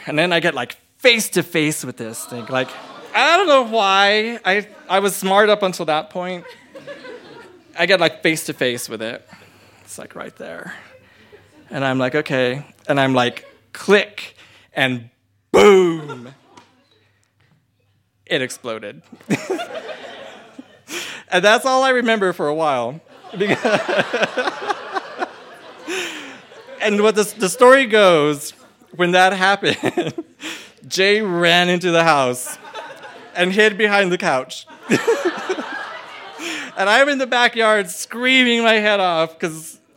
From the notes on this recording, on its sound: told this story live on 17 January 2018 at Buntport Theater in Denver, Colorado